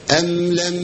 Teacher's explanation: الميم عندي ساكنة والميم في لم ساكنة، لازم أديها زمن بسيط أوي في الصوت